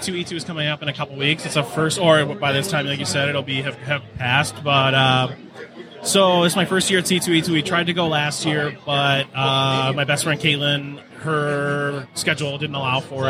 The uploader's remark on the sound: live on the con floor at Astronomicon